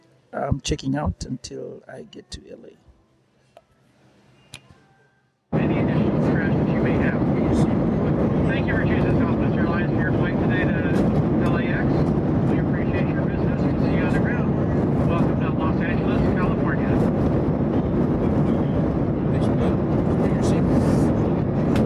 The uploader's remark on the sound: We will also hear conversations and sounds from the stadium